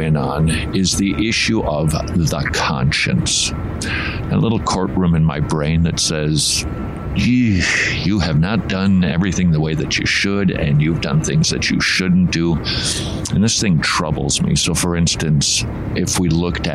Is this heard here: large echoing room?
no